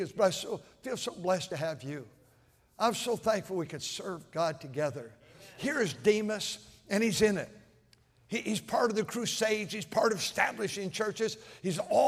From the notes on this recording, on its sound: at North Valley Baptist Church in Santa Clara, California, during the Sunday Evening service on January 21, 2024.